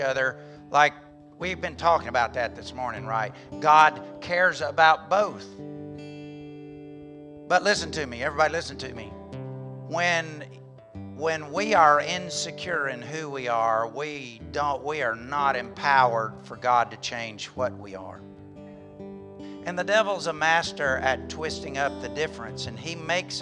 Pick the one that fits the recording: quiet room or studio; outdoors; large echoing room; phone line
large echoing room